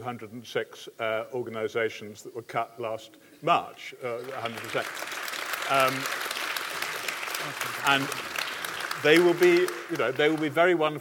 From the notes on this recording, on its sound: State of the Arts 2012 conference. This podcast features highlights from the day long conference. It took place at The Lowry in Salford.